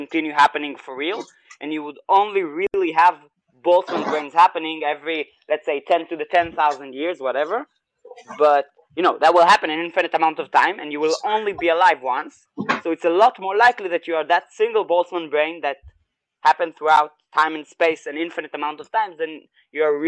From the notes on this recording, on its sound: This is a recording of the live stream. Due to technical incompetence on our side, we lost the original audio. Since it’s a 2nd-source recording.